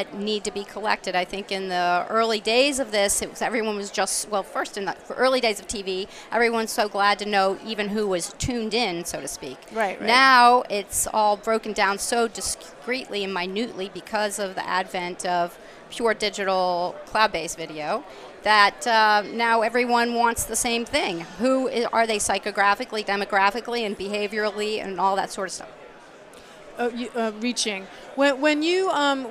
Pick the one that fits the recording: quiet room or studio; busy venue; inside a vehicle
busy venue